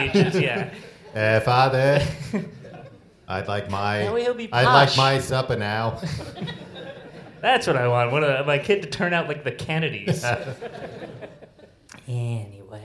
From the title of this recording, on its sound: Live in London